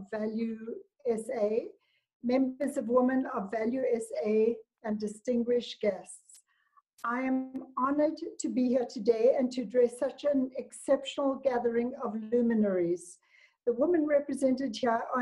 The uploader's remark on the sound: A zoom conference by the African Tourism Board. A zoom conference by the African Tourism Board.